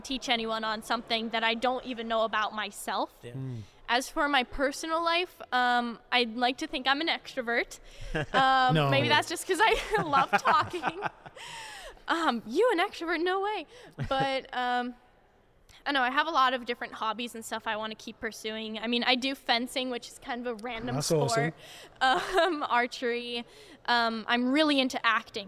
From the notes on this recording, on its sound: This very special episode is brought to you from the Adventures of Alice and Bob podcast booth at the Go Beyond Conference in sunny Miami, FL.